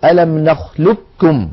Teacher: من العرب من كان يدغم القاف في الكاف إدغاما كاملا